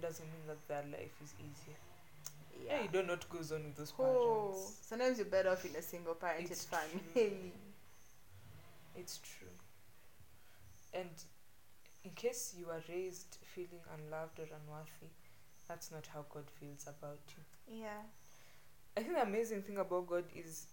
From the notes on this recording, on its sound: We apologize for the background noise. People were cutting down trees.